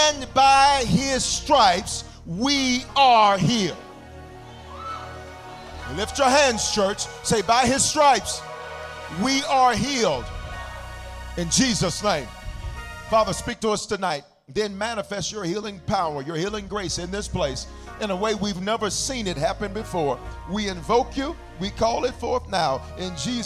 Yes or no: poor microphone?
no